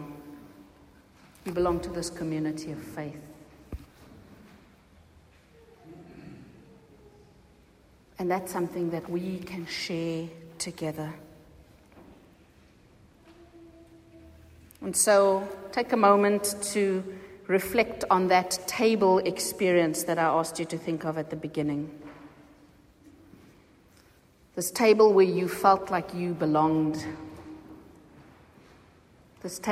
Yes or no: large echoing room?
yes